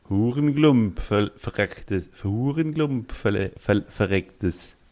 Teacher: Keine harten Konsonanten. Es gibt kein K und kein P und kein T.